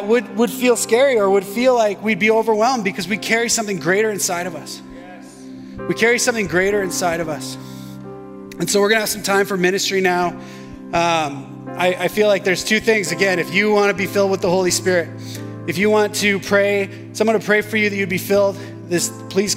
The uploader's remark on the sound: shared this message at West Meadows Baptist Church for our Edmonton Gathering in October, 2022.